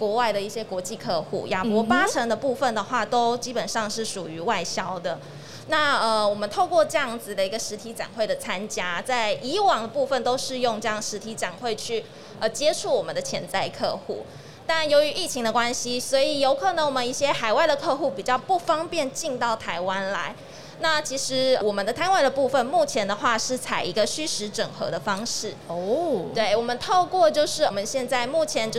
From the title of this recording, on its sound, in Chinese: 2022 Medical Taiwan台灣國際醫療暨健康照護展 -Live Podcast